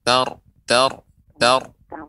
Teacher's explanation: pengucapan ro yang disukunkan yang wakof berhenti di pada huruf ro ro dibaca tebal dan tidak boleh banyak getaran